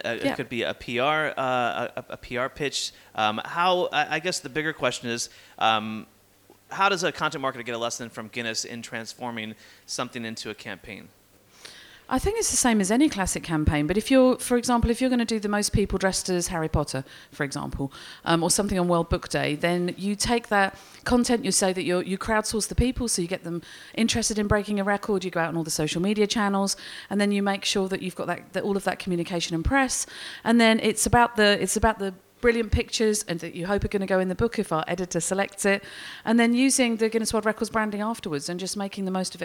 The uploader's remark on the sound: Live from the LinkedIn Lab at Festival of Marketing in London.